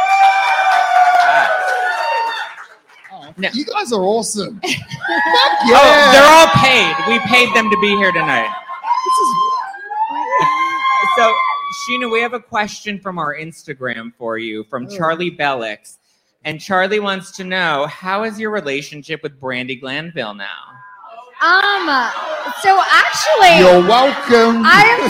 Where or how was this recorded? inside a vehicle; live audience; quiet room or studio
live audience